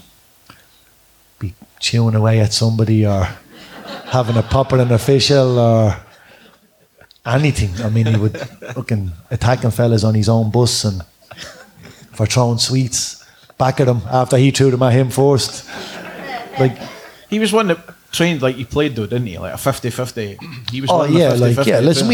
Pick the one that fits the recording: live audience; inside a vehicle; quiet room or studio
live audience